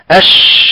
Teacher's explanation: الهمس هو الخفاء، وهو جريان يعني كثير لهواء النفس